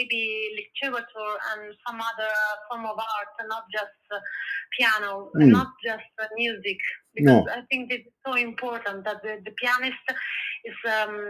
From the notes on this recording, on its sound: We’ll take a call to Italy. At her home in Milan. Sorry about the sound that is not at all perfect!